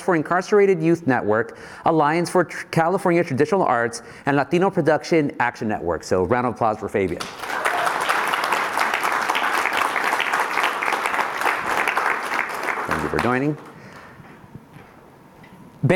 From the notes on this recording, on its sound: This event was streamed live from the ASU California Center in the historic Herald Examiner in Downtown Los Angeles.